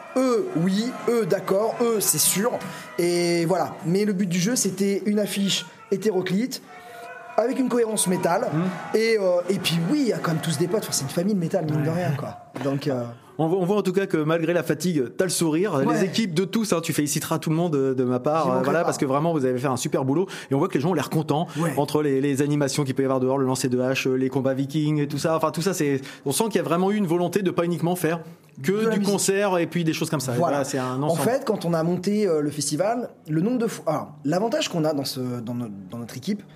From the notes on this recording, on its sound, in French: L'EntrePod se balade au Drakk fest.